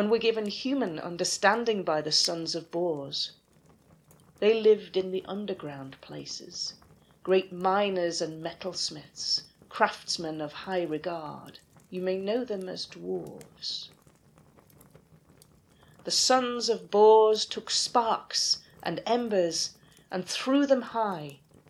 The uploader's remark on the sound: Background fire ambience